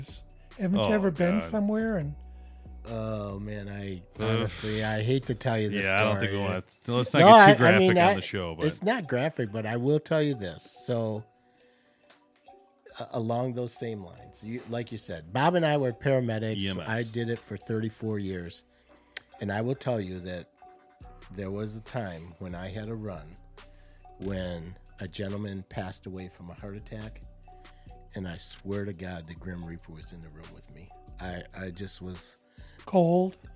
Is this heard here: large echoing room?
no